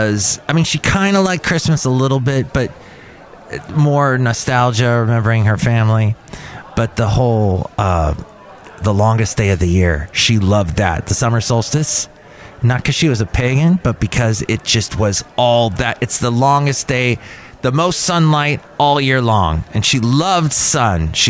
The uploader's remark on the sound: podcasts live from Cafe Anyway